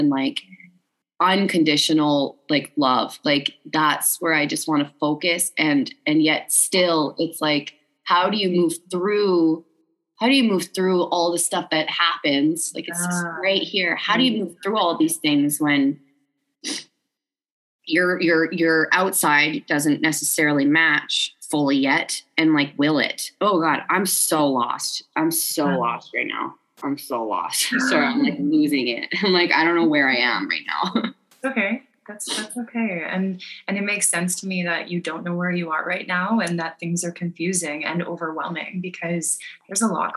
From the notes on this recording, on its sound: Live Session with Empowered Living. Recorded a live zoom counselling session.